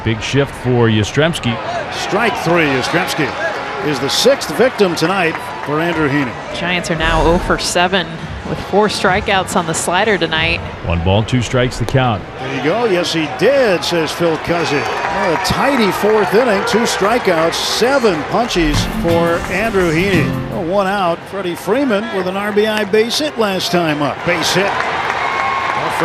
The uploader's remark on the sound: LIVE from Oracle Park.